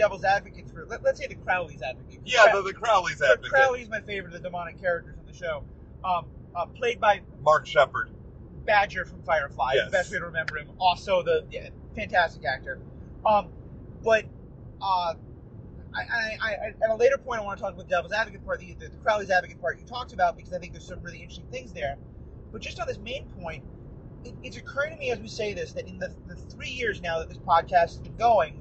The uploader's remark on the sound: On our drive back from Cleveland, we once again took advantage of the drive to bring you a car talk episode, recorded on a phone in a car.